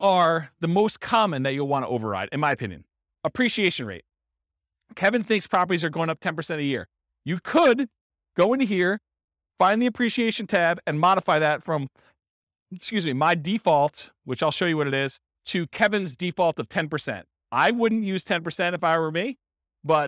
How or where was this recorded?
live audience